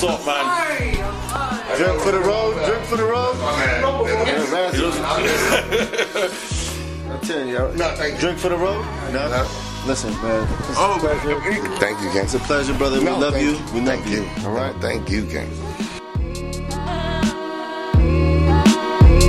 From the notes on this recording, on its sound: on location at Tone Coffee Shop High Wycombe